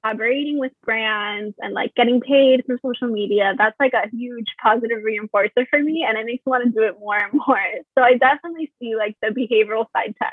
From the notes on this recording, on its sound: I apologize for the poor audio quality I was still trying to figure recording with guests via zoom